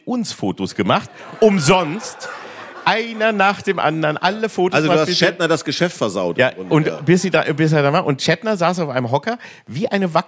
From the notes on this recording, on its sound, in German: Noch eine weitere Folge vor Publikum aufgenommen.